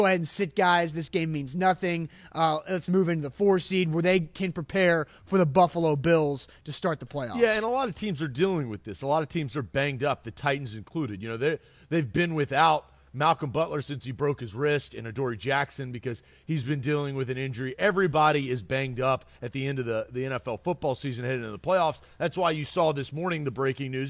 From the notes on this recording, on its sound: LIVE from Nash House Southern Spoon & Saloon